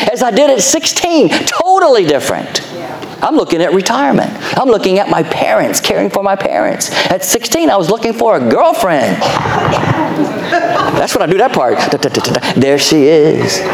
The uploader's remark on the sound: Our Sunday Evening Service podcast, recorded live July 9, 2023